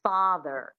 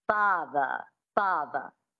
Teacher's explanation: you drop the R and you make it a schwa · Shown in: second take